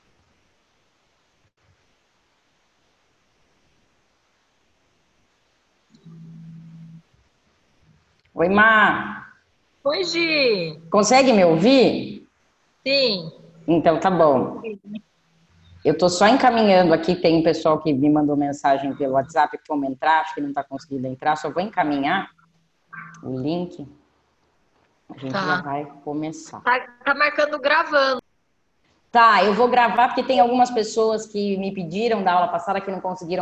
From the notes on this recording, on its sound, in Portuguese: Aula gravada pelo zoom.